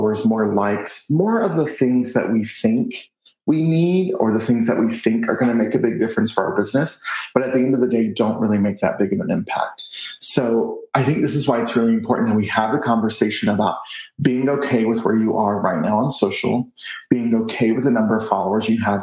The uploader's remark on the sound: I recently had a virtual chat